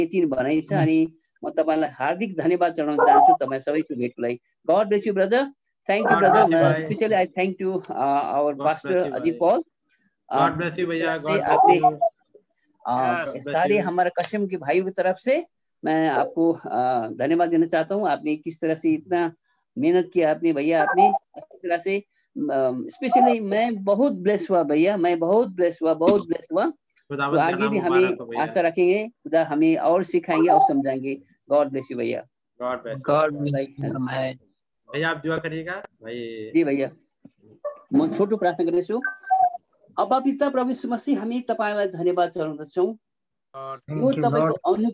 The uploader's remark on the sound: Zoom Meeting